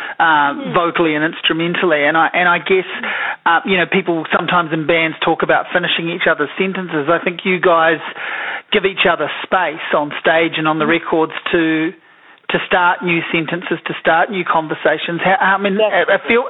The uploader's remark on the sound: A phone conversation